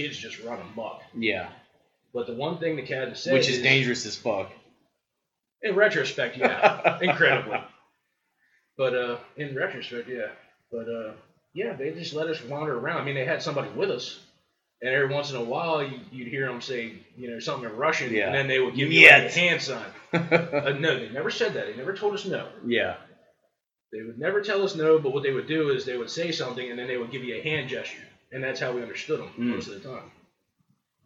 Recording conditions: poor sound quality